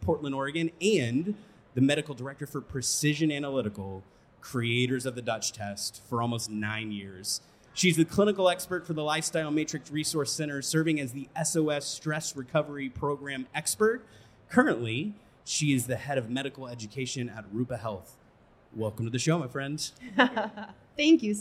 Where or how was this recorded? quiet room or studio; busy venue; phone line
busy venue